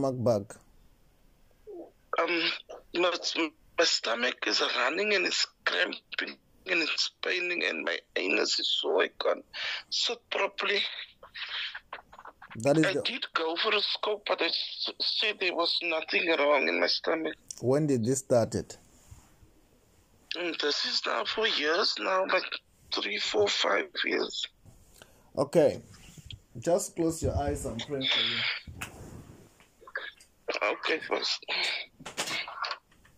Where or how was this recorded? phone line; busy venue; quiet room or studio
phone line